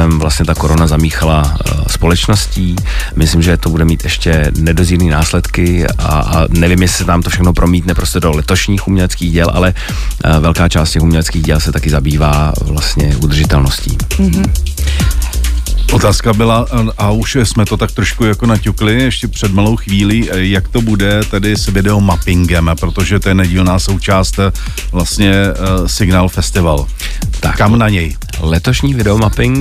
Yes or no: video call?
no